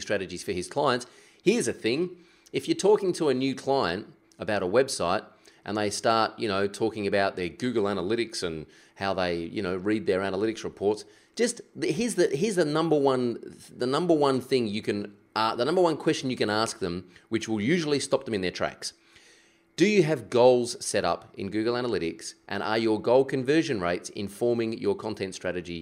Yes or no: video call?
no